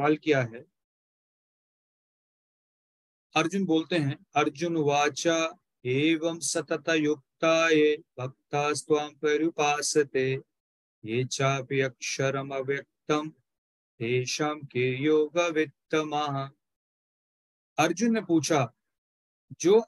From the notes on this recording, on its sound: Zoom recorded session